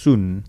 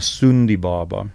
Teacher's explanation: Daai vokaal is besig om sy ronding te verloor en hy's besig om vorentoe te skuif sodat hy u word meer soos u. · Term: o vokaal